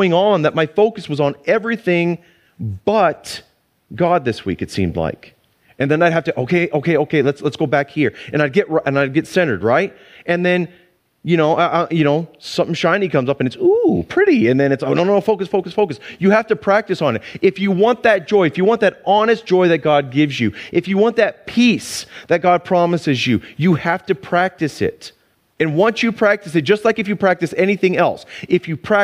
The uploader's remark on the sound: Sunday church service livestream